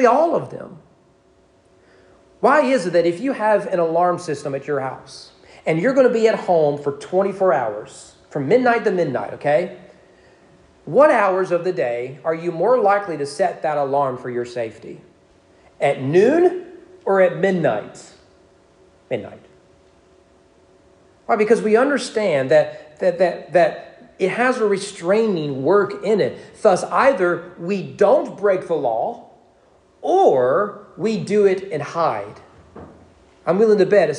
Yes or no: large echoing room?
yes